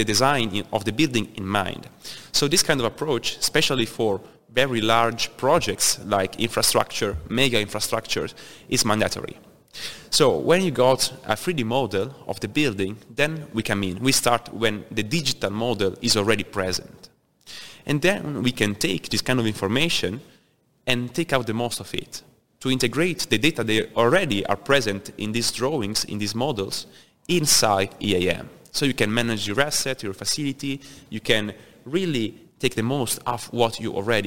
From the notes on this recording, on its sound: Industrial Talk is onsite at Hexagon LIVE